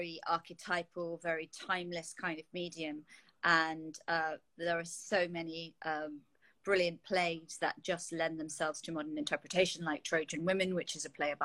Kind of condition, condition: link, video call